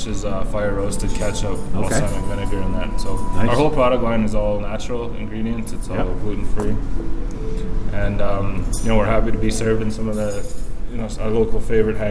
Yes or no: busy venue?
yes